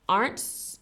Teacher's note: So, okay, so we don't pronounce the R in aren't. Aren't. Well, the R in together, when they are together, they make one sound.